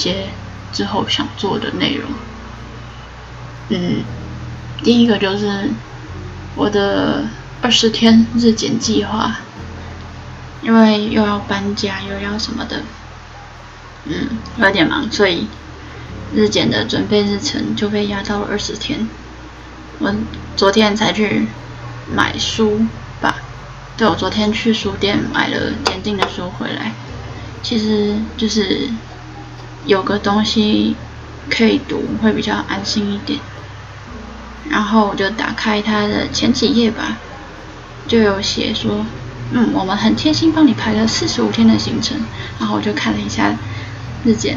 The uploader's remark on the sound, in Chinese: 換耳機了這個音質偏差。